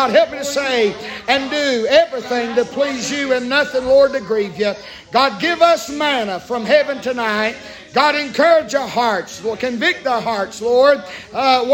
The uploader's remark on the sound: preaching live from Still Water Baptist Church